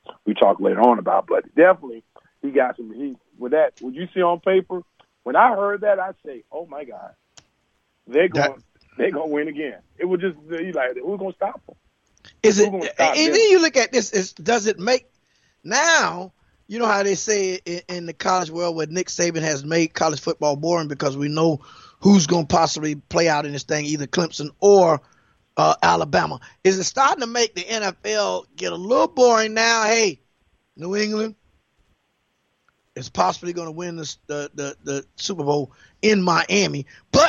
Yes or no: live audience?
no